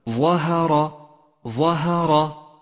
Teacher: كلمة ظهر الظاء فيها حرف مفخم، والهاء حرف مرقق، والراء حرف مفخم لأنه جاء مفتوحا